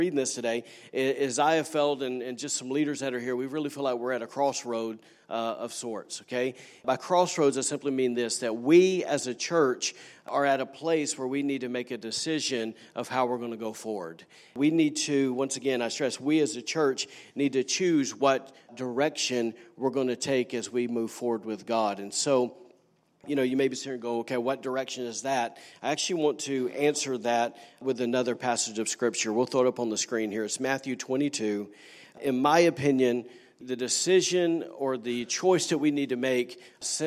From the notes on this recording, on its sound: was recorded on Sunday, February 10, 2019, during service at The Anchor Church in Rockport, Maine.